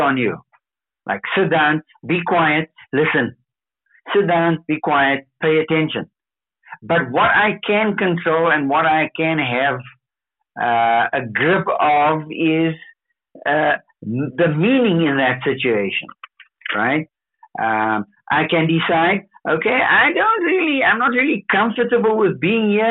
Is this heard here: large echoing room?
no